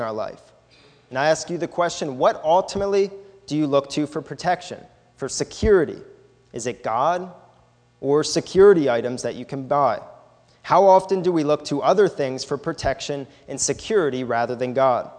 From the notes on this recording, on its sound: This is a sermon recorded at the Lebanon Bible Fellowship in Lebanon, PA on 7/29/2018 during the morning service